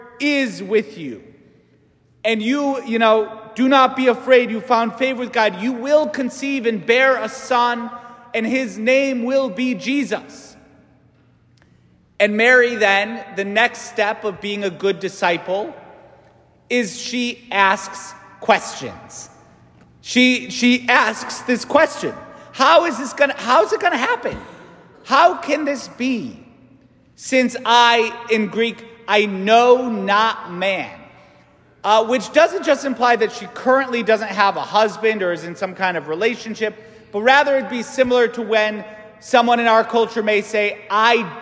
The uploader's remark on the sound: St Francis Catholic parish homily